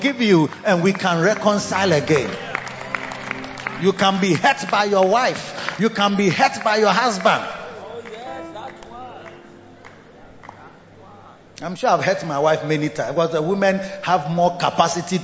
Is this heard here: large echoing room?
yes